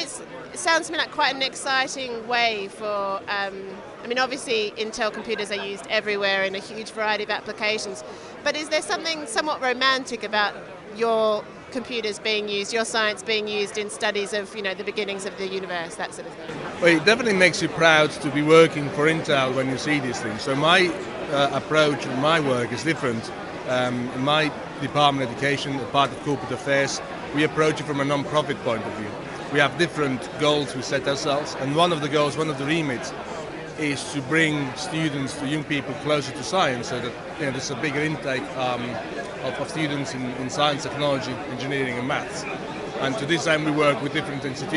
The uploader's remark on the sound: recorded at the symposium